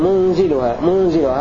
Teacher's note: هكذا يقرأ ابن كثير وأبو عمرو وحمزة والكسائي بإسكان النون وتخفيف الزاي ليطابق ما قبله ربنا أنزل علينا مائدة من السماء.